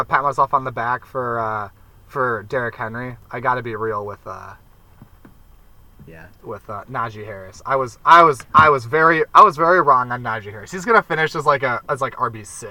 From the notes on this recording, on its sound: Does recording via hotspot from the back of a van produce a quality auditory environment?